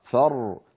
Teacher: بين الرخو والشديد، زمنها أقصر من فرغ، فرغ، زمنها أطول من فر. · Term: الراء